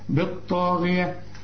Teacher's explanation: والغين آخر درجات التفخيم لأنها مكسورة